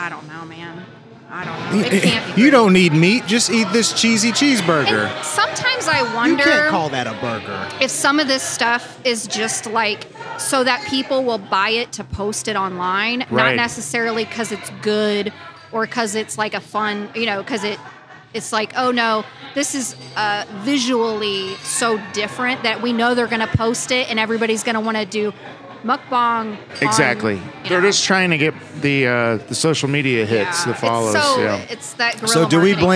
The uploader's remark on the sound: On Location! This week we're ON LOCATION in Martini Corner but we're not sippin' martinis. We're taste testing the tasty tacos at the brand new BARRIO TAQUERIA (in the former Sol Cantina building).